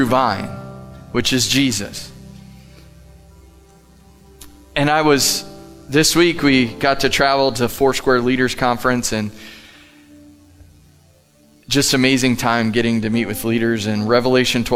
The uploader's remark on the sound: Live from The Summit Church in Dover, OH